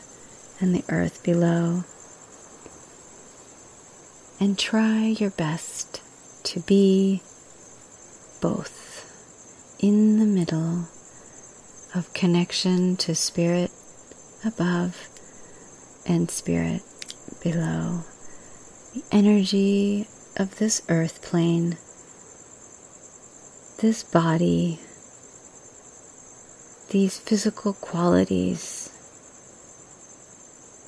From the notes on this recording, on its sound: Having moved to Oahu, I recorded this message of gratitude under the stars.